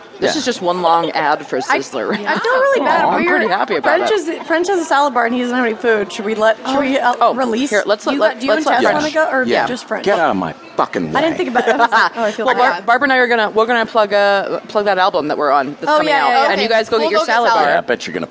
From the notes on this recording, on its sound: Live from Sizzler! Publisher: Lady to Lady, Maximum Fun.